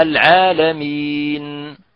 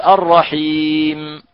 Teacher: نقف على الميم وعلى النون بالسكون وبالإظهار وبغنة ناقصة